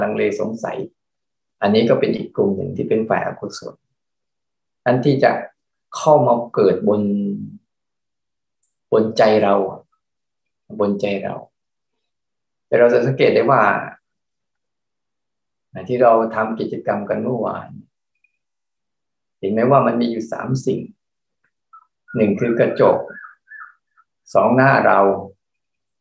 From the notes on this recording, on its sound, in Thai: คอร์สออนไลน์ (ผ่านโปรแกรม Zoom)